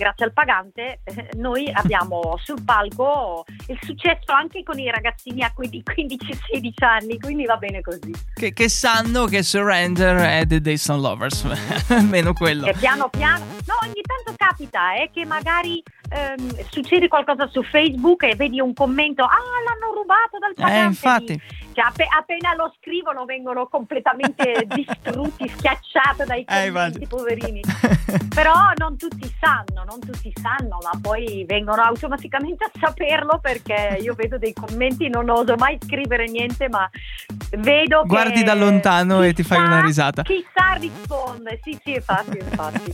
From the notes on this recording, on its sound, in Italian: In diretta su Radio Tausia. E' intervenuta telefonicamente in diretta nel Chicco Sound Show.